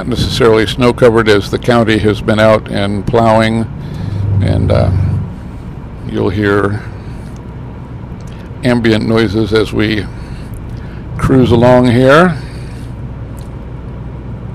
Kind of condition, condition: setting, inside a vehicle